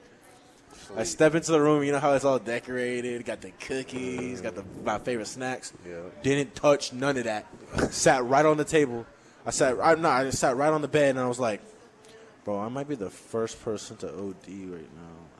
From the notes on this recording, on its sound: Live from Daq Shack!